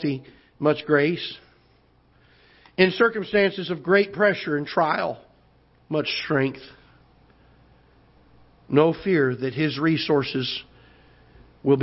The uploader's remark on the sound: Ketha Heights Baptist Church ~ Live Broadcast.